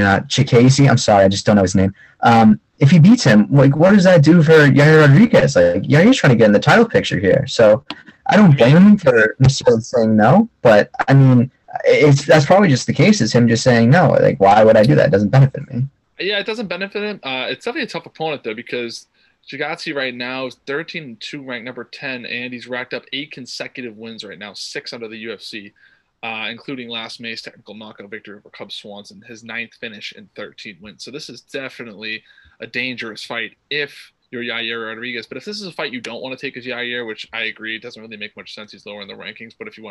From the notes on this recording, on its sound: unfortunately it was shortened due to technical difficulties but we will be doing away with zoom after this week!